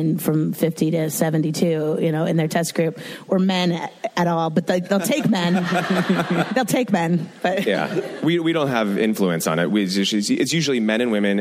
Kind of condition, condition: setting, live audience